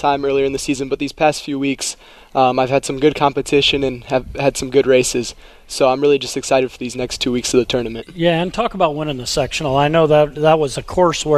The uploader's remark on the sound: live from Monterrey Mexican Grill on McKinley Road in Mishawaka